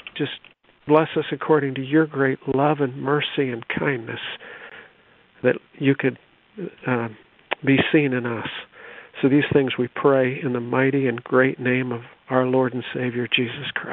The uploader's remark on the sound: CONFERENCE CALL